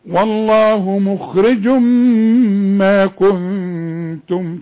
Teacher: ما دام معايا تنوين مخرج وبعدها ميم يبقى ادغام كامل بغنى